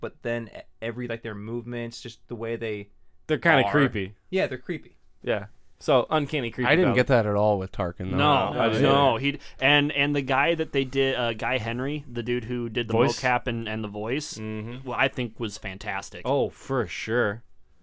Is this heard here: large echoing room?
no